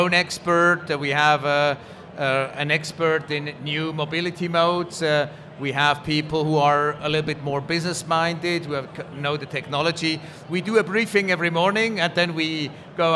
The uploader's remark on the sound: Recorded LIVE From CES. 30 Swiss startups presented their innovations at the Swiss Tech Pavilion presented by PRS, Switzerland Global Enterprise, digitalswitzerland and swissnex at the world’s leading global tech conference. Recorded LIVE during the conference.